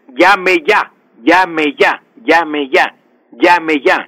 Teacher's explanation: eso se llama pereza articulatoria, pronunciar la elle como Y y, se escucha mucho en la radio.